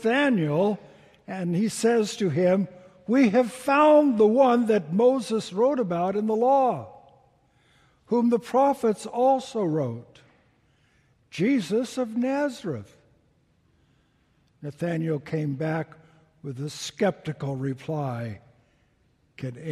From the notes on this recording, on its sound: Delivered during the Traditional Worship service